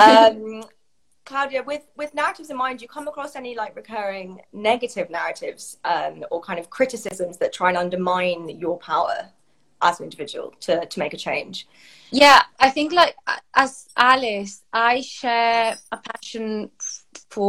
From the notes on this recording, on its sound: This Talk is part of an Instagram Live Series that Napapijri hosted